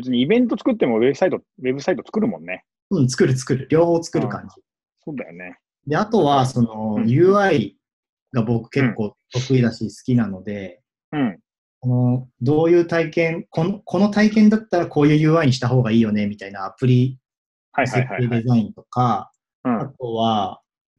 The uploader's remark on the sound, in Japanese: オンライン会社説明会・仕事紹介コンテンツです。オンラインで録音しているので、音がちょっと途切れることがあるかもしれませんが、ご容赦ください。